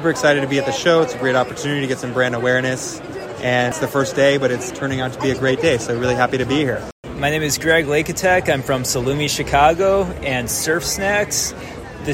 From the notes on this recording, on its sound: sound bites taken on the floor of Expo West